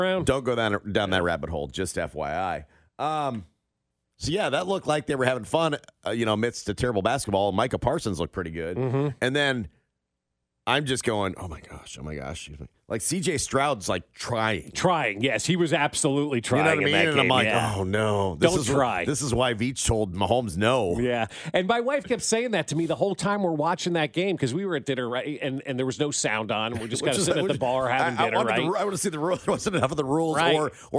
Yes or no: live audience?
no